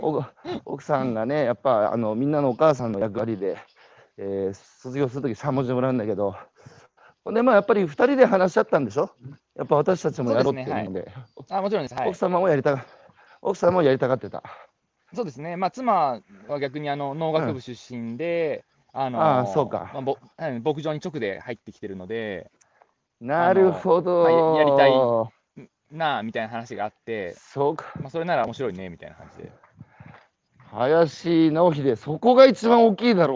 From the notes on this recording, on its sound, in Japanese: 長野県平谷村。歩きながら1時間、対談する。